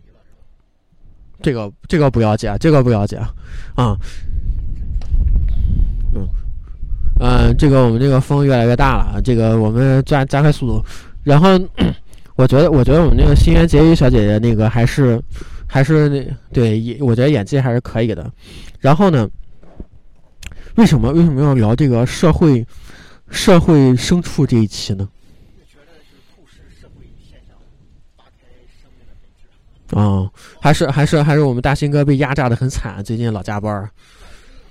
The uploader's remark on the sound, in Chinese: 在北方初冬的晚上，被迫吹着冷风在一个天台录音。录音地点：红尚坊二楼天台。